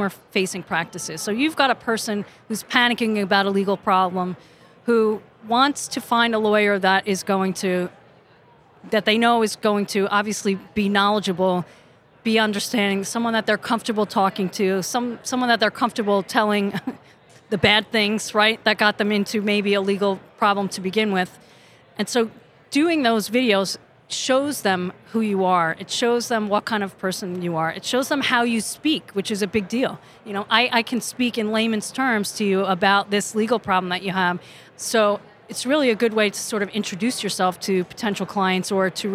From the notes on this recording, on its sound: live from ABA Techshow